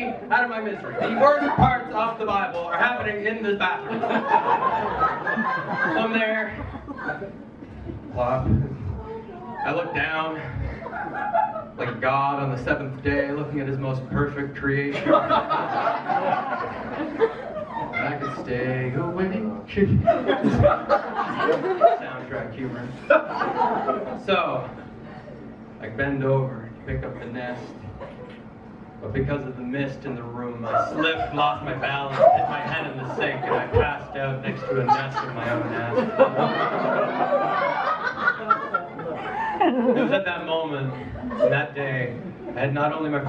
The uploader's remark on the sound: High-End Bootleg is a bootleg recording of An Evening of Comedy. At Bar1911 as part of their After Hours Series. Performed before a sold-out audience in Charlottetown, Prince Edward Island.